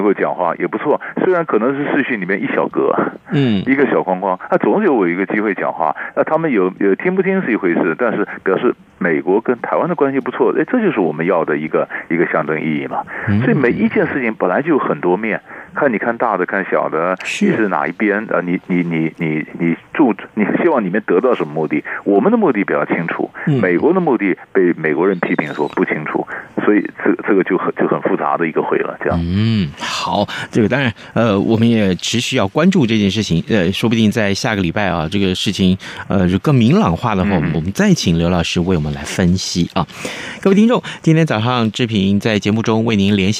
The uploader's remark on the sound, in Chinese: 連線訪問